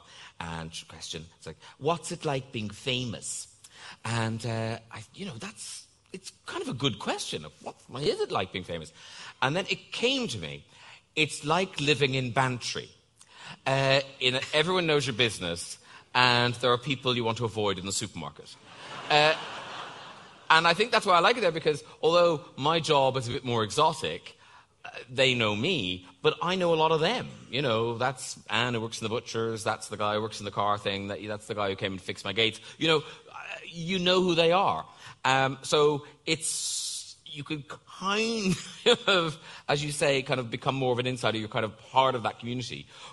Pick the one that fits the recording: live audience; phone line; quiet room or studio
live audience